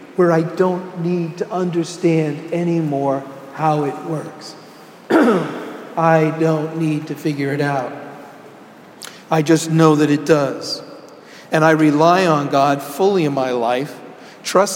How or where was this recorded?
large echoing room